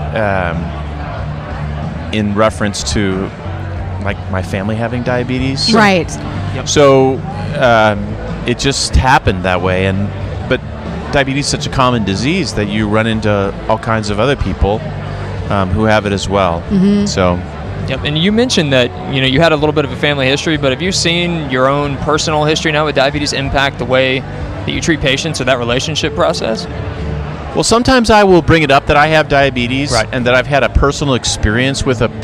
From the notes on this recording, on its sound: In the midst of a VIP cocktail hour LIVE from the Connect+Cure Gala in Oklahoma City, leaders on the diabetes research and treatment frontier were kind enough to converse with us.